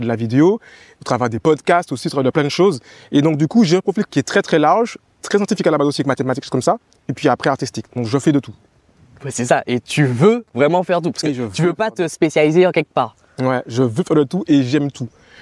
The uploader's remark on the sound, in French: Cet épisode a été enregistré au milieu d'un fleuve, en Guyane.